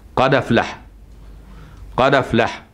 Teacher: دي قراءة ورش، ينقل حركة الهمزة إلى الساكن قبلها ثم يحذفها · Term: النقل